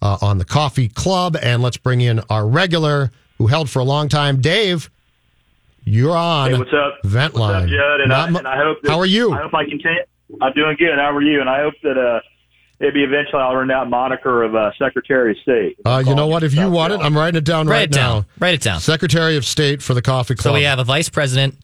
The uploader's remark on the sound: Loyal Vikings listeners call into voice their thoughts!